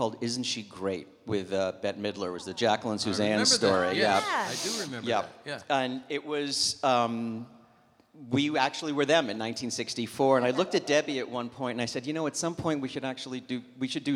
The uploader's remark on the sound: Live at the South Point